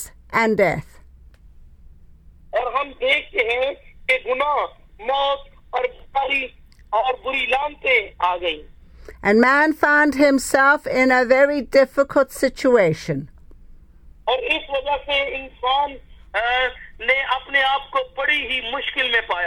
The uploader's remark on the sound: speaking via phone to group in Pakistan